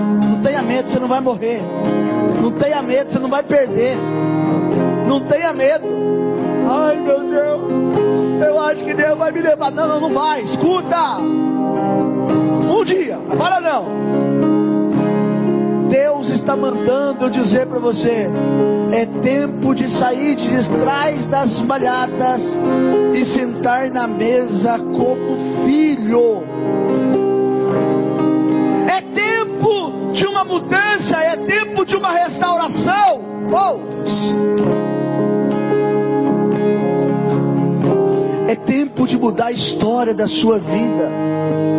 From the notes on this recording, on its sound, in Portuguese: Mensagem gravada em 28/01/2024 - Culto da Família